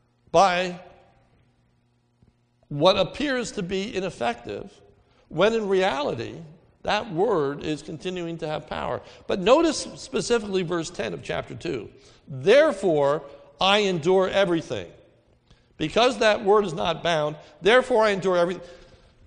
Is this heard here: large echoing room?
yes